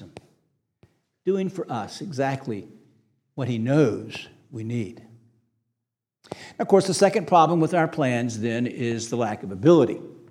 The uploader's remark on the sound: This sermon was preached on August 20, 2023 at Antioch Presbyterian Church, a mission work of Calvary Presbytery of the Presbyterian Church in America located in Woodruff, South Carolina.